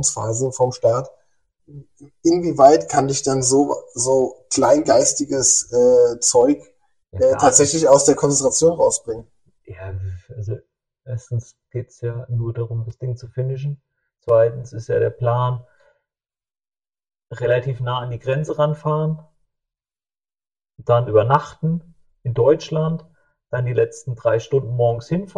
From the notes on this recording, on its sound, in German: leider kein grandioser Ton